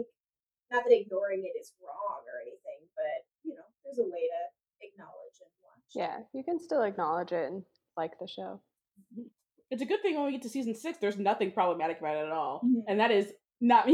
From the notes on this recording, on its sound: AUDIO WARNING*** None of us sound great on this episode, audio-wise. For reasons we all understand and have since fixed.